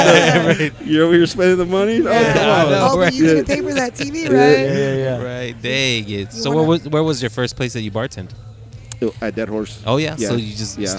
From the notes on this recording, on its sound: on location at Whiskey River Saloon in downtown San Angelo, Texas.